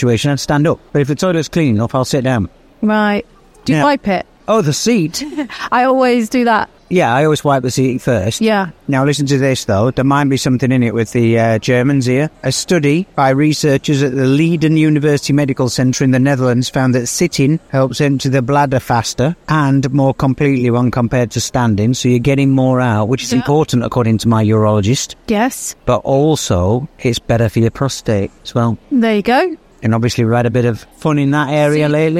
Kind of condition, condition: setting, busy venue